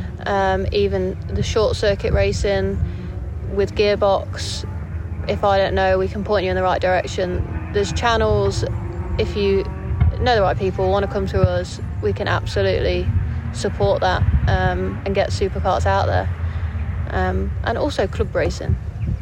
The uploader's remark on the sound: we are live from the British SuperKarts at Outlon Park